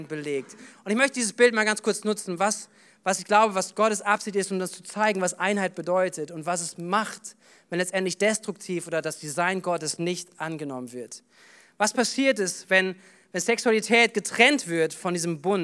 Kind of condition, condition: setting, large echoing room